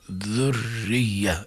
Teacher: المشددات يا كرام بدنا انتباه، ذرية الراء مشددة والياء مشددة، لكن الراء ميزتها يا كرام أنها مكسورة حتى مع تجديدها، وهذا موجب لترقيقها